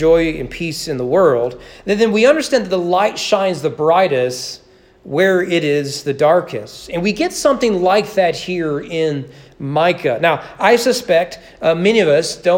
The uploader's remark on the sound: Sermon preached at East Frankfort Baptist Church on December 22, 2021 as part of the annual Candlelight Christmas service.